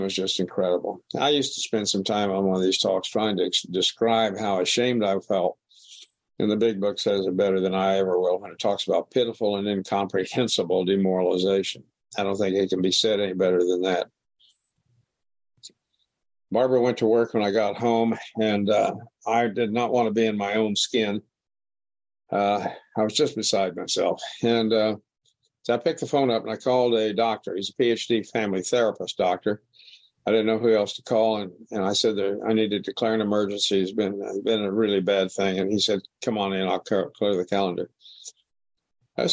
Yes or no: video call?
yes